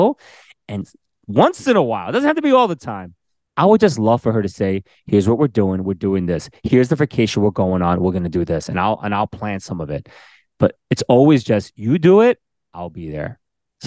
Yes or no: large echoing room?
no